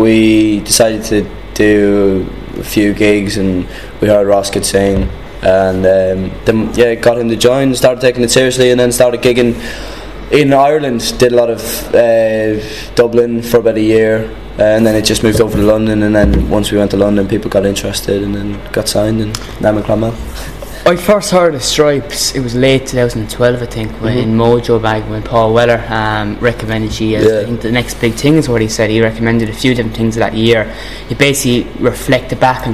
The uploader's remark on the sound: I was invited to a sound check